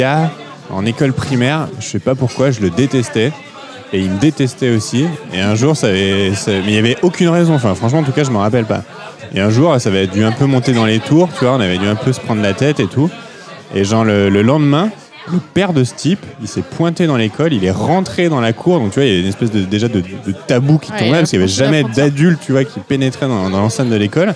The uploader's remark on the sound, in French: épisode enregistré au 3 pièces cuisine (Paris 17e)